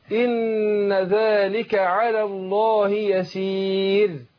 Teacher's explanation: هنا الراء تعتبر مكسوره لان هي ساكنه، ساكنه لاجل الوقف، وما قبلها حرف الايه؟ الياء، اللي هو الحرف المادي اللي هو بيبقى ساكن قبل مكسور. · Term: مرققة